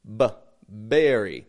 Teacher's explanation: There's a buildup of voice and then it bursts out.